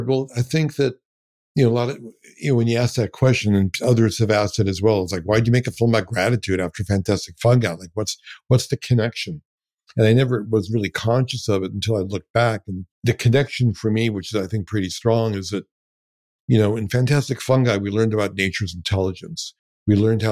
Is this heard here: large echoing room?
no